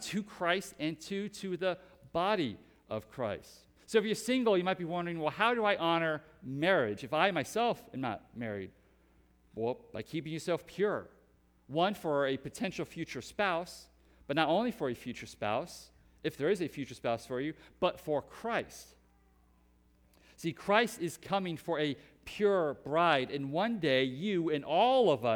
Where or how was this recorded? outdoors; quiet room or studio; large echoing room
large echoing room